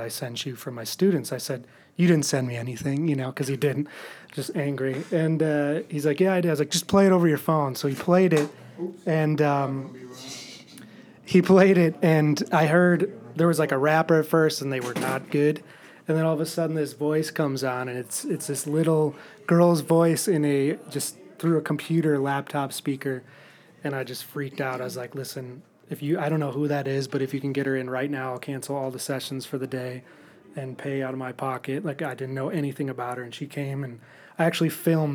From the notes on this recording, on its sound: In an interview recorded backstage